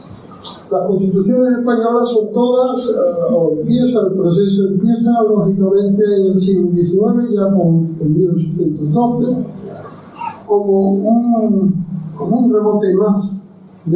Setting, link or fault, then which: fault, background noise